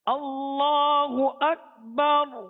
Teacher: اس میں جو حمزہ ہے اس کو سختی سے پڑھنا ہے